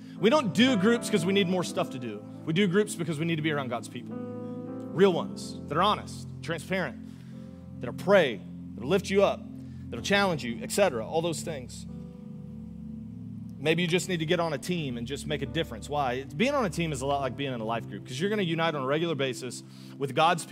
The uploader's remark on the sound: Augustine, Florida. Recorded live on January 14, 2024 at Church On The Rock.